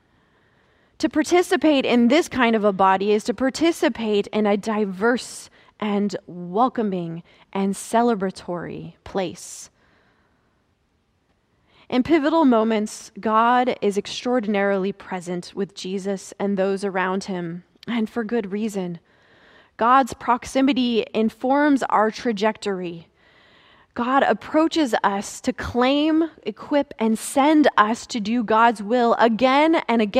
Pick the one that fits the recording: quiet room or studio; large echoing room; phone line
large echoing room